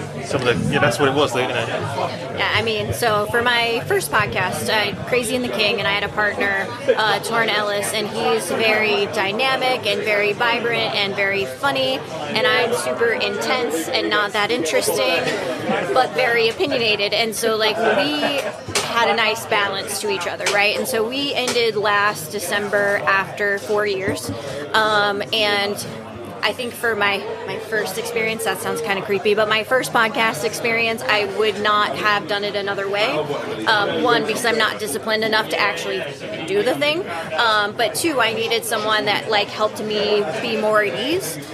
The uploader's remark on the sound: At The Three Tuns Pub in London. Apologies for the audio quality, but we were in a pub after all!